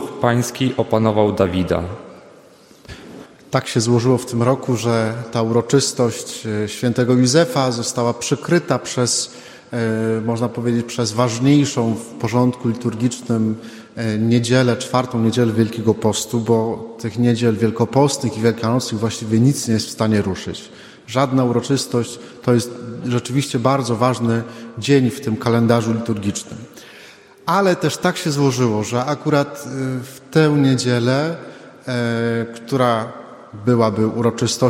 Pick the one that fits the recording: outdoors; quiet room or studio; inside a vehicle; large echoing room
large echoing room